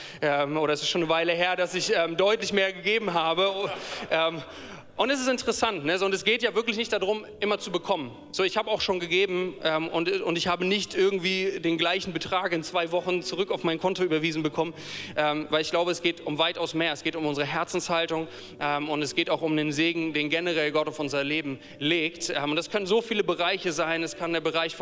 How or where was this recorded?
live audience